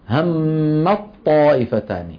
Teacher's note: يحول التاء إلى طاء ثم يدغم الطاء في الطاء، فيجد بأن هذا أسهل عليه.